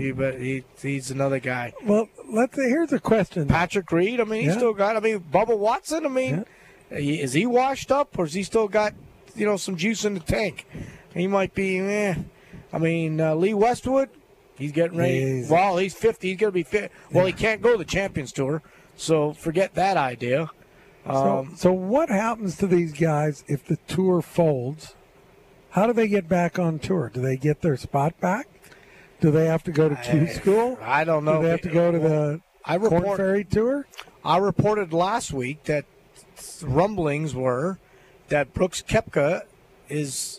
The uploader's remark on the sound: LIVE From Terry Thompson Chevrolet